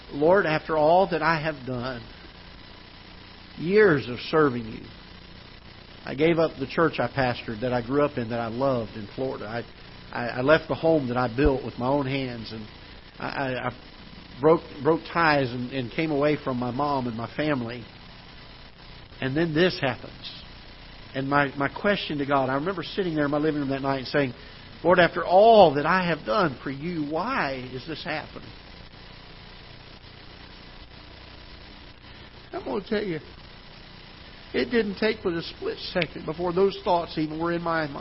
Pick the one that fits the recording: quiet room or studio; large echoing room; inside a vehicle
large echoing room